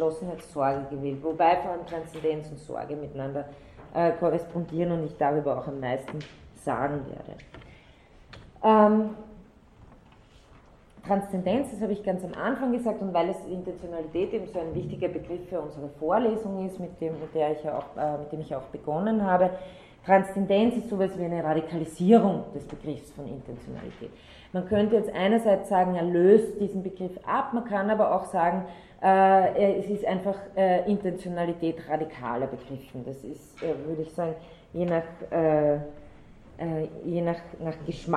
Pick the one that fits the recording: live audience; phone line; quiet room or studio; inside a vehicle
live audience